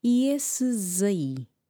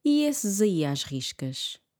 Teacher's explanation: O S, o último S de esses, está entre vogais, o E e a palavra aí, então vai ter um som uh, de Z.